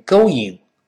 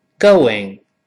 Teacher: Where are you going?注意这个 going。好多人呢，容易把这个词读成勾引。勾引，不对的。我们知道，“哦”后面如果出现“ing”这个声音，一般来说，我们要人为地给它加上一个辅音，就是“我”，就是像“w”一样的这个“我” · Shown in: second take